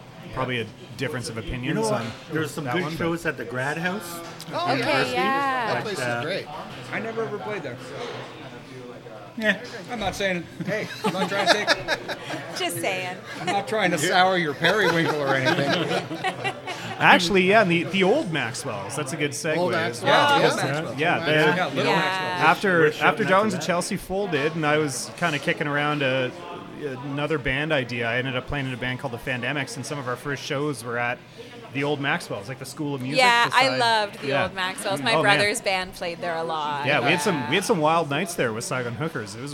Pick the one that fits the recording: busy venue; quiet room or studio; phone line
busy venue